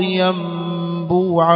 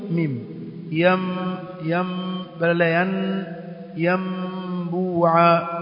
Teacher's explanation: قلب النون الساكنة أو التنوين ميما مخفاتا